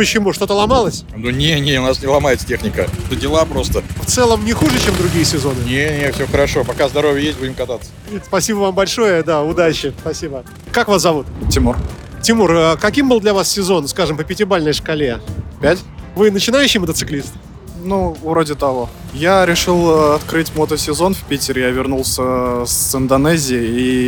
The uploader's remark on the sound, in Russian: Интервью с Крестовского острова. Записано 30 сентября на Крестовском острове на месте сбора мотоциклистов для торжественного проезда по городу.